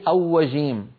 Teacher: إن استعملنا الشفتين في الراء خرج معنا أوجيم، صار الصوت أقرب إلى حرف الواو